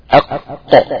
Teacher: الصوت ده مشكله، صوت الاحتكاك ده مشكله في حرف القاف. القاف ما فيهاش احتكاك اصلا